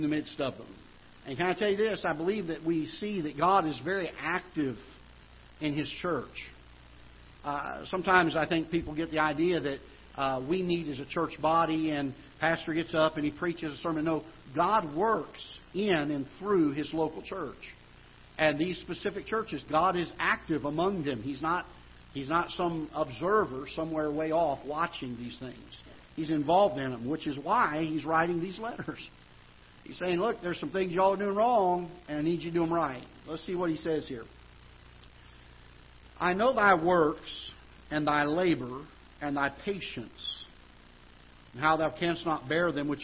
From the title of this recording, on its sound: Ketha Heights Baptist Church ~ Live Broadcast